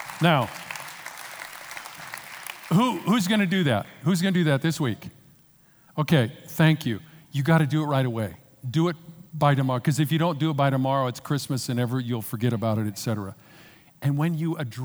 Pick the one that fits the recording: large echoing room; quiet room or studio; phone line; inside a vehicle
large echoing room